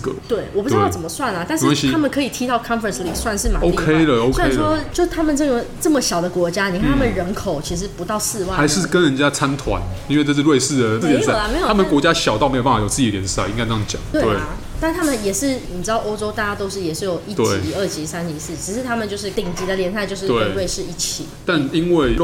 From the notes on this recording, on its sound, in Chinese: 本集白噪音指數：蚊風級 1/5。本集開場前 1 分鐘是按下錄音鍵前的無剪輯片段。錄音地點： Leisure Cafe。